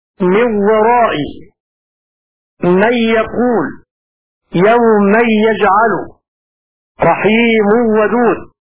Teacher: بإضغام النون الساكنة والتنوين في الواو والياء إضغاما كاملا بدون غنة، كإضغامهما في اللام والراء نحو من ورائي من يقول يوم يجعل رحيم ودود.